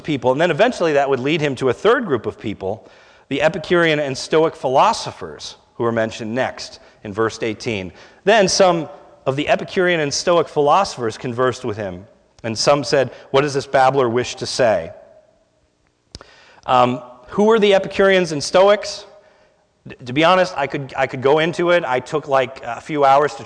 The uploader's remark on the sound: This is a sermon recorded at the Lebanon Bible Fellowship Church in Lebanon, PA on 8/6/2017 during the evening service